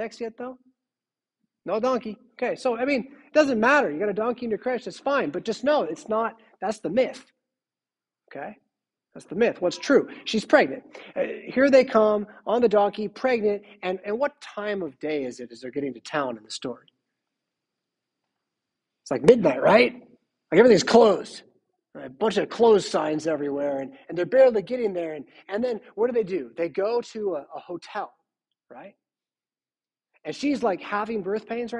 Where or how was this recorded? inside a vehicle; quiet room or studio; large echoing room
large echoing room